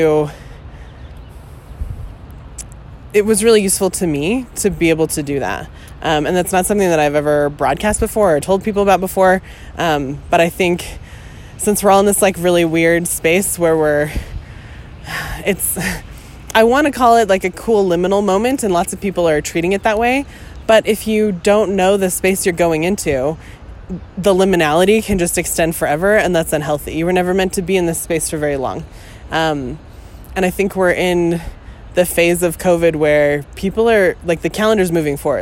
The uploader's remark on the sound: Walk & Talk